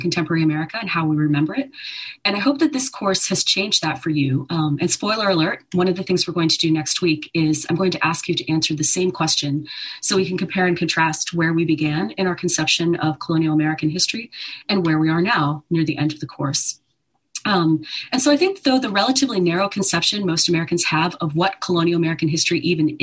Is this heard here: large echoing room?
no